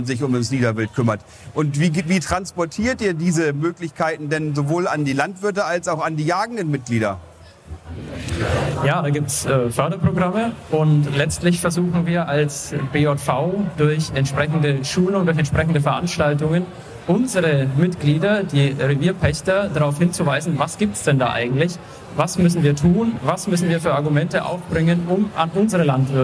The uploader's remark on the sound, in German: Messe-Rückschau 1/6. Die Tonqualität ist einer Besuchermesse entsprechend und nicht mit den Studio-Folgen vergleichbar.